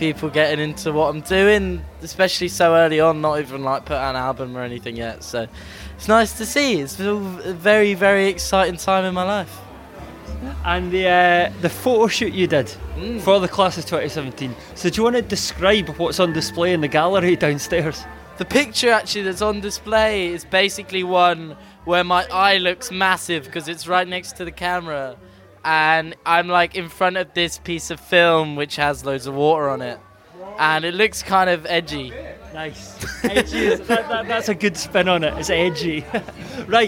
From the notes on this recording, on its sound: This episode comes to you recorded live from brand new South London venue Omeara, where DIY took over the place to launch our top picks for 2107.